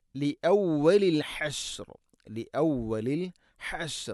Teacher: തൊണ്ടയുടെ മധ്യഭാഗമാണ് ഹ എൻ്റെ ഉച്ചാരണം. മഖ്റജ് ലി ഔവലിൽ ഹഷർ, ഹഷർ വഖഫ് ചെയ്യുമ്പോൾ ശ്രദ്ധിക്കുക.